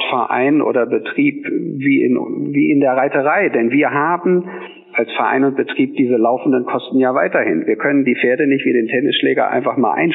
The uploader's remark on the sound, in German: Im Telefoninterview